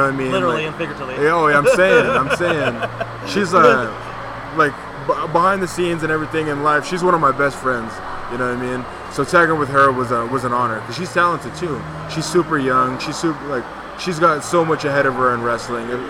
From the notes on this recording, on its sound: The Wrestling With Altitude podcast is on location at the Rackhouse Pub in Denver, CO for the very first onsite recording